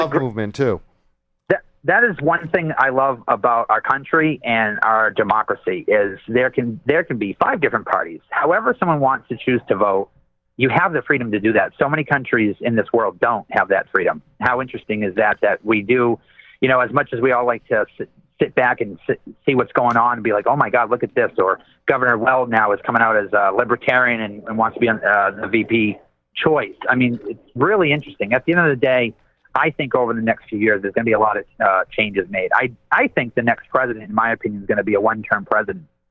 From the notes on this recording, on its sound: Saturdays, 6pm ET live on WEMF Radio. On the phone.